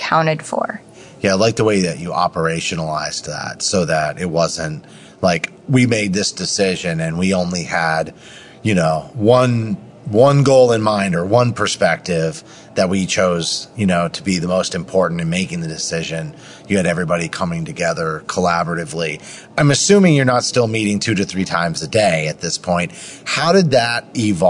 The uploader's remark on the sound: live at AHRMM23 in Orlando